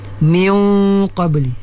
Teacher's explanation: dia kena tinggikan dia punya nada suara ketika dengung pada huruf qaf itu. Miung sesuai dengan sifat qaf, iaitu sifat yang tebal, isti'ala, kena tinggi, jangan rendah.